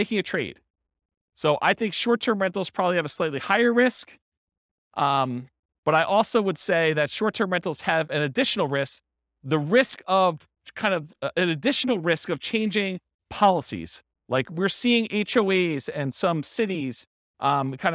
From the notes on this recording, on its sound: This was a live class recorded